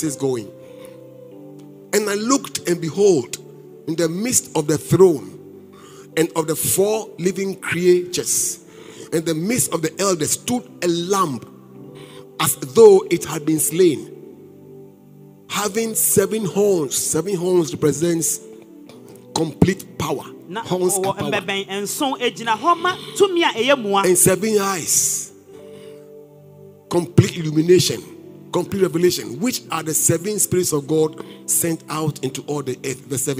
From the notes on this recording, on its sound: Preached at LCC Goshen